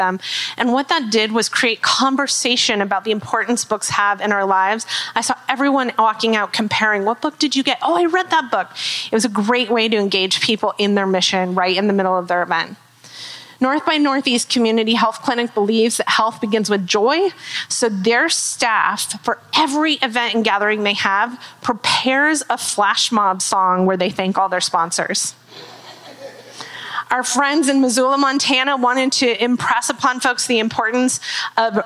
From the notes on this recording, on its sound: recorded at the 2024 Elevate Conference